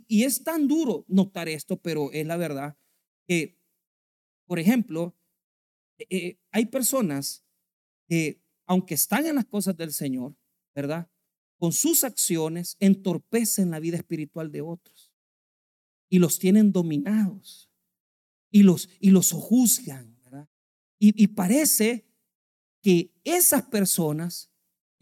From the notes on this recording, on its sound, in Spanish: en nuestro Culto de Jueves de Estudio Bíblico